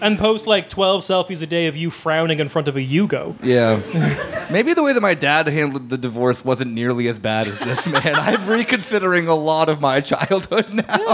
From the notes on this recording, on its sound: This was live. Thanks to podfest berlin for putting on the show.